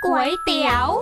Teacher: คำว่าก๋วยจะต้องออกเสียงจัตวาไม่ใช่เสียงตรี